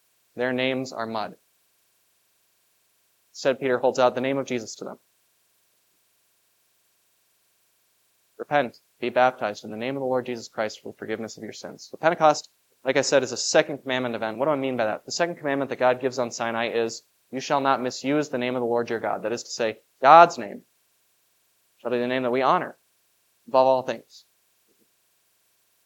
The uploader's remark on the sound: This Sunday sermon. Was preached for the Festival of Pentecost at Grace of God Lutheran on May 28, 2023.